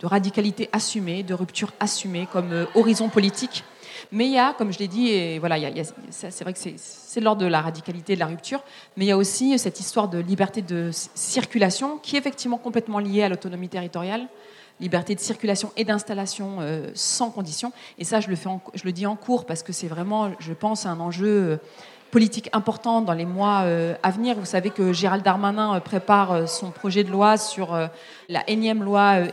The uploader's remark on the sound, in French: Conférence enregistrée en public à la REcyclerie.